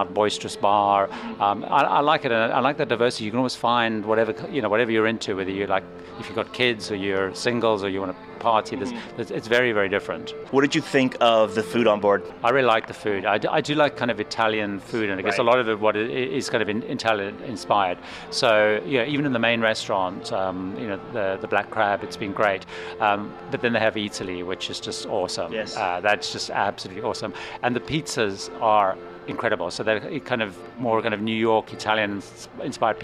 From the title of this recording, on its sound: MSC Divina On Location Broadcast